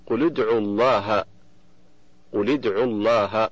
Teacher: فاللام من قل ساكنة التقت بالدال من ادعو وهي ساكنة أيضا، فحركت اللام بالكسر للتخلص من التقاء الساكنين · Term: التخلص من التقاء الساكنين